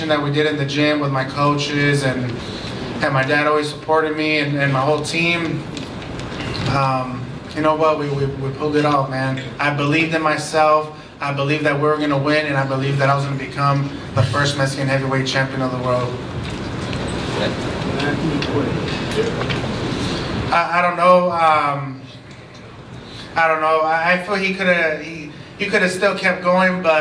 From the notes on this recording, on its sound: Post fight press conference